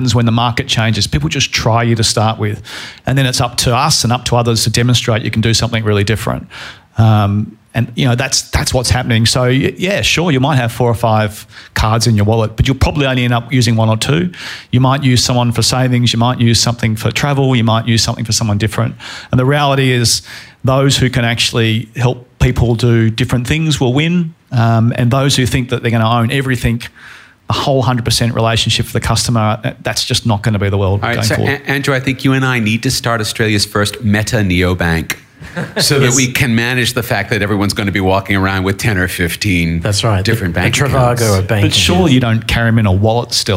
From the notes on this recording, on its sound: Recorded live at Stone and Chalk Sydney. Thank you to all those that attended and our panelists.